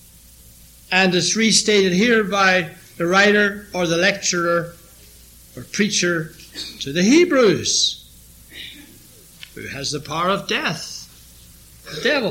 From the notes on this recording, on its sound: This sermon was preached during the evening sermon